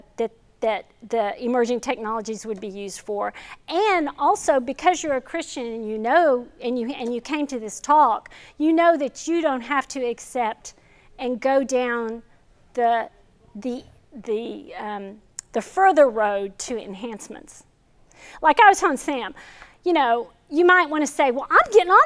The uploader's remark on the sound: This video is from our 2021 Fall lecture series